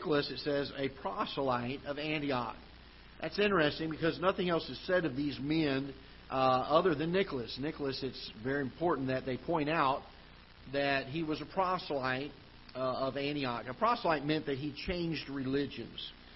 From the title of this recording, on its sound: Ketha Heights Baptist Church ~ Live Broadcast